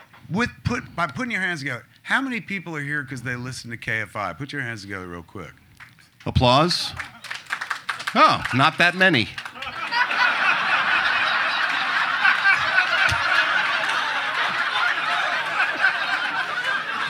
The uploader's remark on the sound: perform live at Flapper's Comedy Club on January, 27, 2024